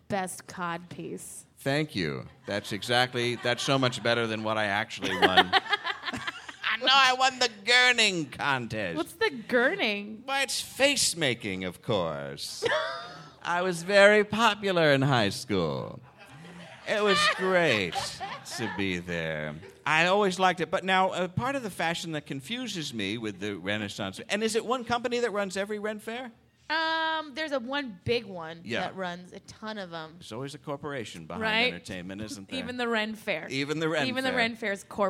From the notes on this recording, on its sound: Live From SF Sketchfest. Marches into the rain-soaked streets of San Francisco for a special live edition of the program at the 16th Annual SF Sketchfest, presented by Audible.